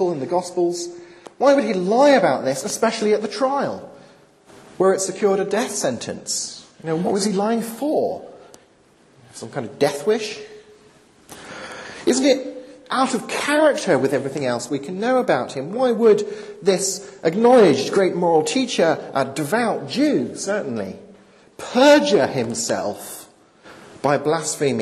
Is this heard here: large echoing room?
yes